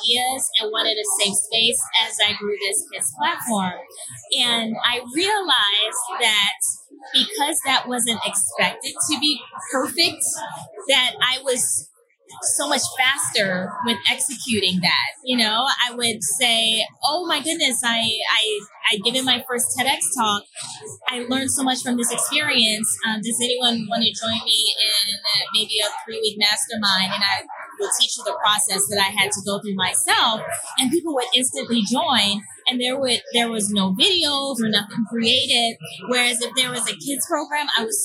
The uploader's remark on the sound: Today’s episode was recorded at Kajabi Hero Live in Austin, Texas.